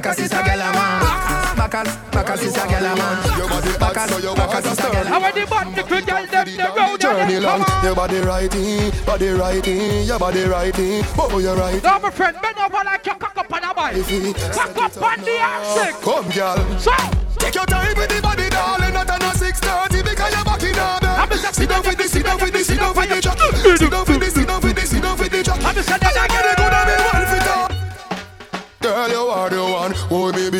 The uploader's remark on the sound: The live audio recording of the grand opening of Island Saturdays at it's brand new location.